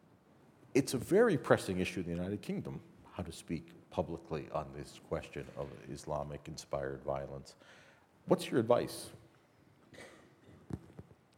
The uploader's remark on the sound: This event by Cardus was recorded on 15th March 2016 at The Glenn Gould Studio in Toronto, Canada.